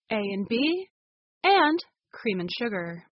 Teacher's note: In A and B, the and gets reduced to n.